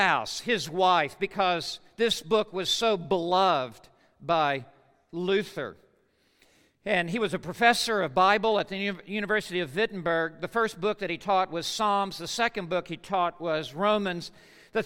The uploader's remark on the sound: Truth & Life Conference 2017 at The Master's University Session 4